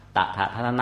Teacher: ปลายลิ้นเนี่ยไปแตะหลังฟันบน